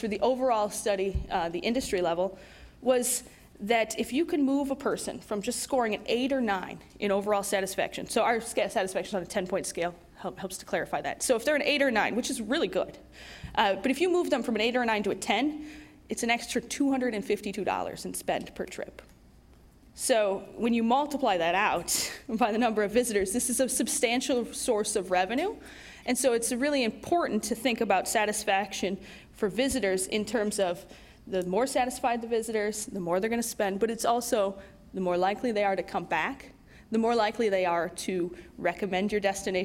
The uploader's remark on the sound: moderated a panel at the Columbus Metropolitan Club